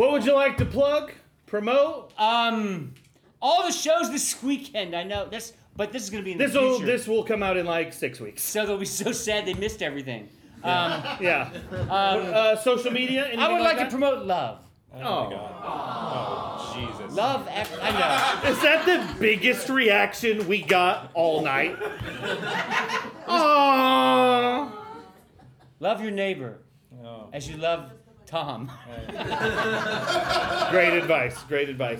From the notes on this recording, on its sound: Live from the Miami Improv Festival!!